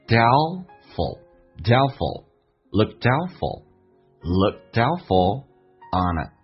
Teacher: 那个 A 也可以不用发音，在美式发音当中因为被 L 所吸收了